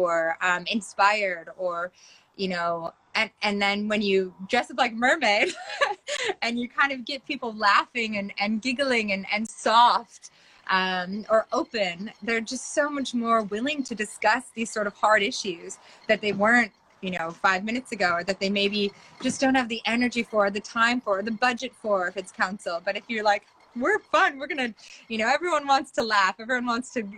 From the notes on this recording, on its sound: we held an Instagram LIVE discussion